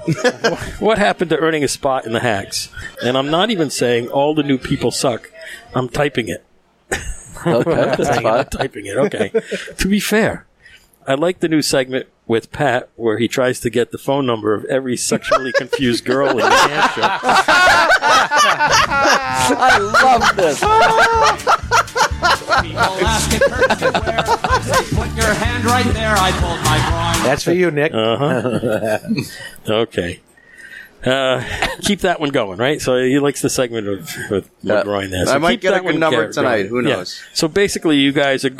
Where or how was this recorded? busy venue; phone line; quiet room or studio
busy venue